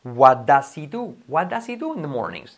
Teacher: Nos comemos la H, tenemos licencia para comer la H. Yes, podéis saltaros la H, ¿vale?